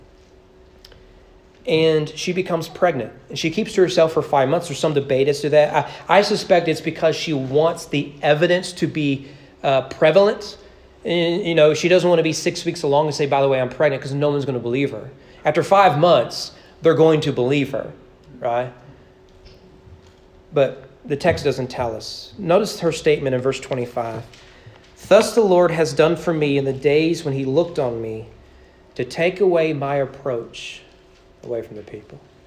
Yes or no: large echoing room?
yes